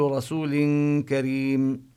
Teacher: يخفي التنوين لوجود حرف الكاف بعده · Term: الإخفاء